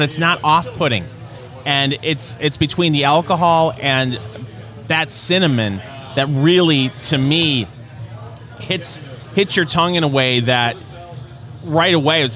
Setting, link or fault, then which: setting, busy venue